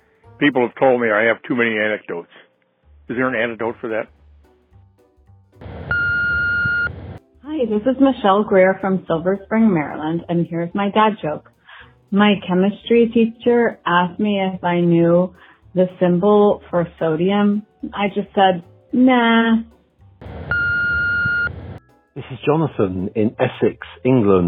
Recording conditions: phone line